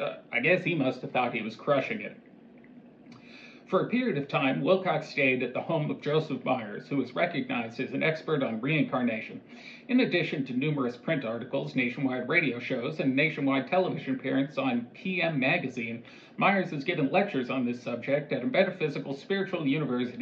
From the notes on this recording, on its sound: I recorded this before I figured out how to make the microphone work with my laptop so the audio is just from my phone.